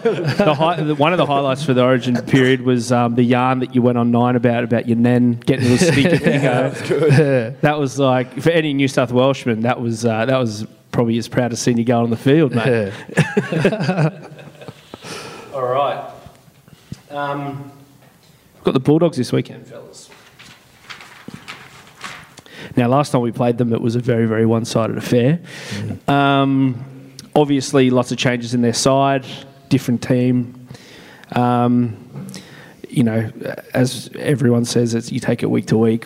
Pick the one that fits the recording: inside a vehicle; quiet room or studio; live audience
live audience